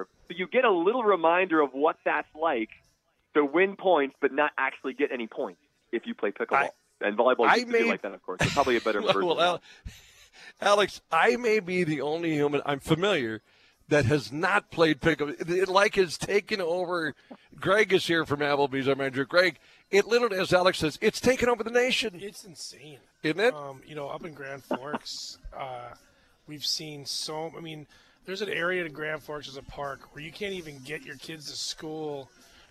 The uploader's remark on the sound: Live from Applebee's on 13th Ave South in Fargo.